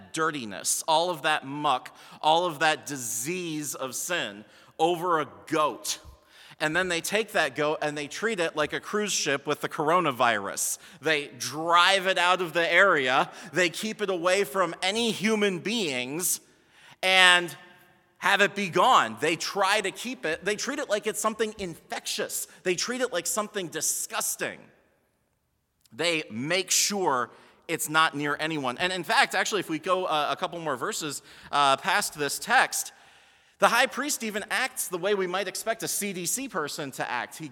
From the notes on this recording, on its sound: Sermon from BLC Chapel - February 25, 2020.